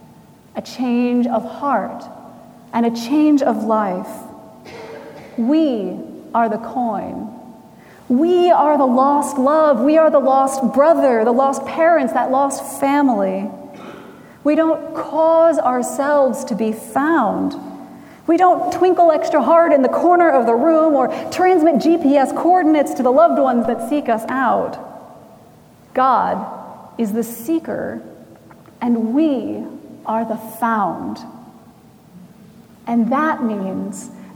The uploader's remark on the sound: Recorded September 24, 2017 at Trinity Presbyterian Church in Bixby, Okla.